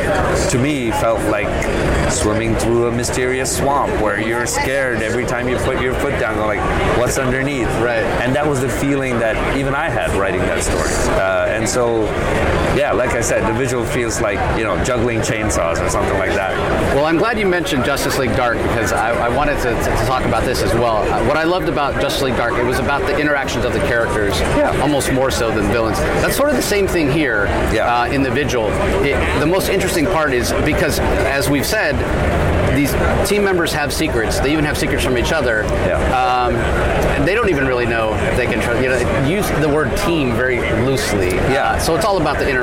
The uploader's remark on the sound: LIVE from SDCC '23